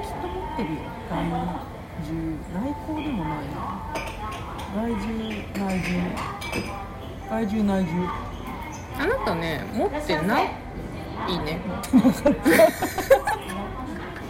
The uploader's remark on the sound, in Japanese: In MILK（生クリーム専門店）。店内の雑音が結構うるさいかもしれませんので、。